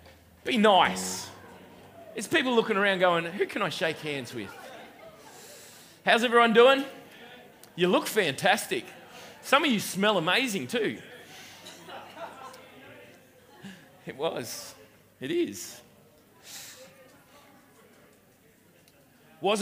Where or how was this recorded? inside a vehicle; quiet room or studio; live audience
live audience